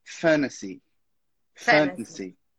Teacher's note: Com o sotaque americano, você inclusive vai acabar cortando aquele T ali falando fantasy.